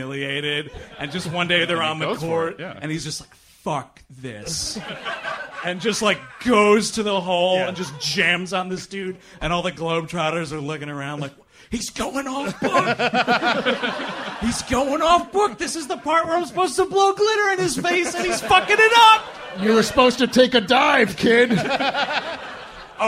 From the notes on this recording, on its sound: Recorded live at the Lily Pad in Cambridge, Massachusetts - March 21st, 2015